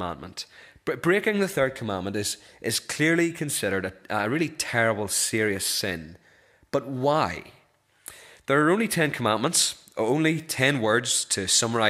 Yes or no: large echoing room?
yes